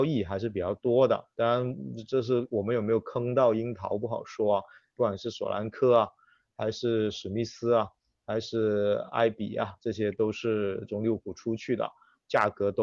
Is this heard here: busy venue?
no